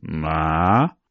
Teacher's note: the third tone, which falls and rises, ma, in most cases, when it's not at the end of a word or on its own, it becomes a rising tone, the second tone, ma.